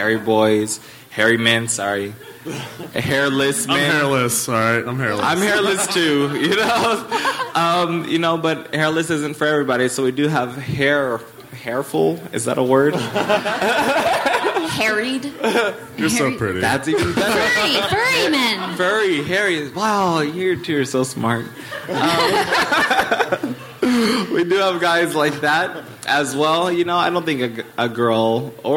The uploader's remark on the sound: On stage at Portland's Dante's, hilarity ensues.